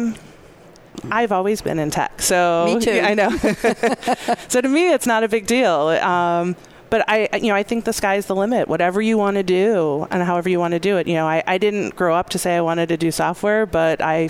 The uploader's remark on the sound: live at SAPPHIRE NOW 2017